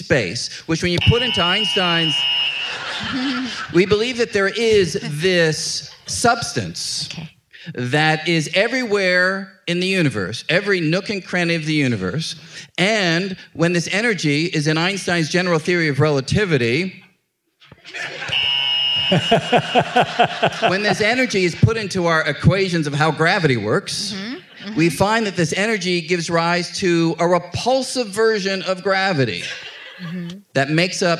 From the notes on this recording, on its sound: This episode was originally recorded live on stage.